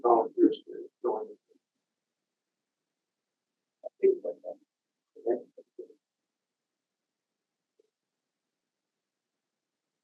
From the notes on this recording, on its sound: Audio is garbled due to technical difficulties.